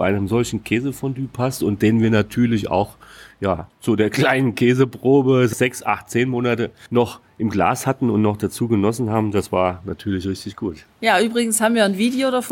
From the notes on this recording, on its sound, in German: Wir gehen mit dir durch das Maison du Gruyères in Pringy-Gruyères, berichten über die Schaukäserei. Du bekommst live mit, wie wir im Restaurant typische Käsegerichte.